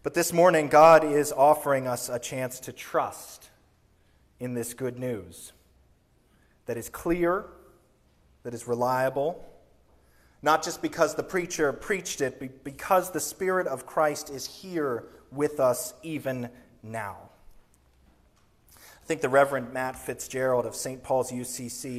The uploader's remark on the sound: Sermon recorded on Easter Sunday, April 9, 2023.